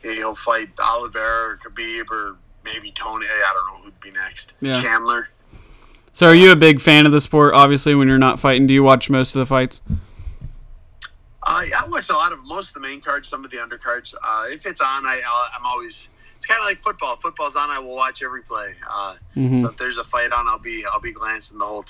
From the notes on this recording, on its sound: Interviews UFC Light Heavyweight over the phone.